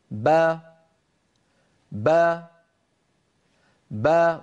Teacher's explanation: فبتباعد الشفتين خرجت الباء المقلقلة، بتباعد الشفتين خرجت الباء، وبتباعد الفكين انفتحت الباء · Term: الباء المتحركة